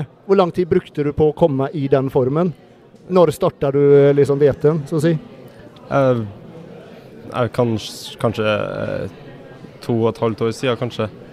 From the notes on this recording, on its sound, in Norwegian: Live Studio - Inveiing. Live studio med intervjuer av atleter, og andre interessante personer under innveiingen!